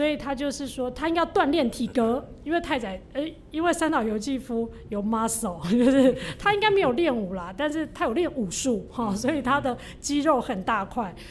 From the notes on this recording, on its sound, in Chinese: 本集節目是《人間失格》系列活動第三場。的現場錄音喔！